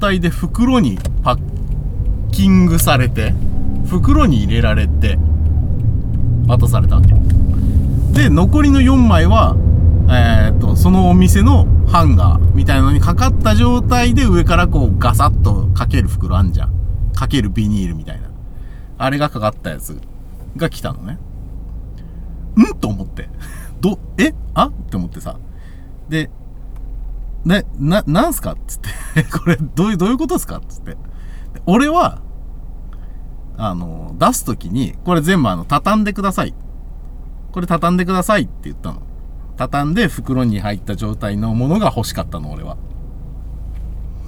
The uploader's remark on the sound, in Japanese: ただ運転して、ただ話してるから。車の走行音と運転手の声を遠くに聞きながら。